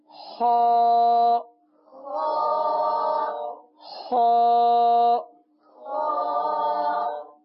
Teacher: حرف خ، یہ حلق کے اوپر والے حصے سے ادا ہوتا ہے. حلق کا جو اوپر والا حصہ ہے یہاں سے یہ حرف ادا ہوگا اور اس حرف کو پر ادا کریں گے.